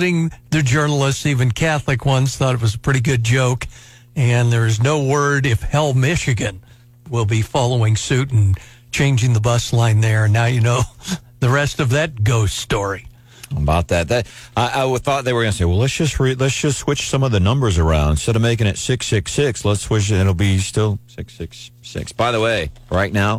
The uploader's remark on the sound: This phone call from a listener scared the heck out of us!